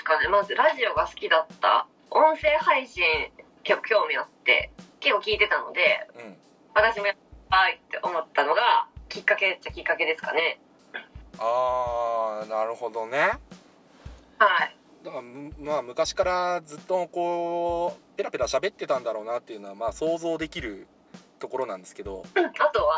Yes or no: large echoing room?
no